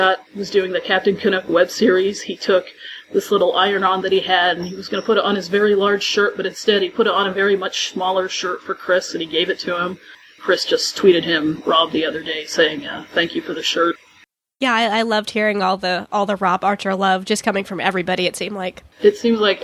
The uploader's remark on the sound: Most of the Lost Girl cast made an appearance at Fan Expo 2013, doing a Q&A panel and a brief autograph session afterward.